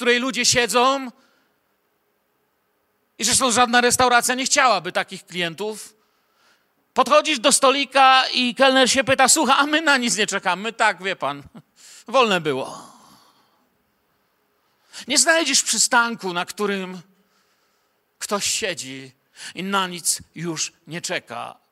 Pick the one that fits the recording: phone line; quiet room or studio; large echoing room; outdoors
large echoing room